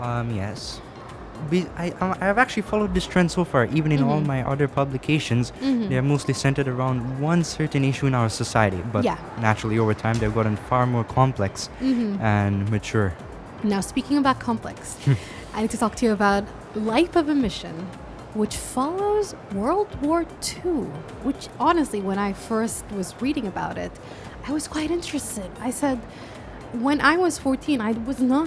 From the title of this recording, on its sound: Live from SIBF 2022